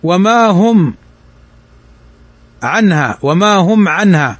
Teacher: ميم ساكنة بعدها العين، والعين من حروف الإظهار الشفوي